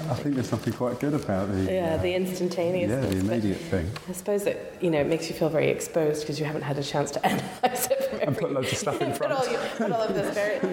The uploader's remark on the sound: The Poetry Exchange at St Chad's College Chapel as part of Durham Book Festival. The Poetry Exchange at St Chad's College Chapel as part of Durham Book Festival in October 2015.